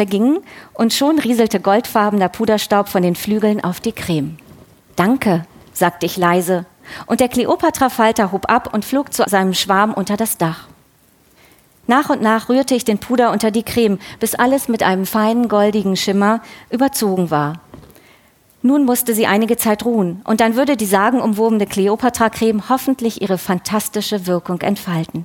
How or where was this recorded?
busy venue